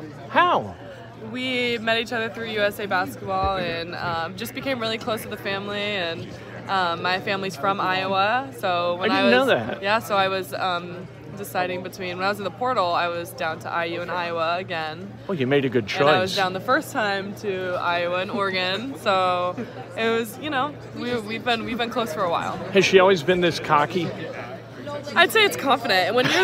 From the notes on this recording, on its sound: Live from IU Basketball Media Day with live interviews!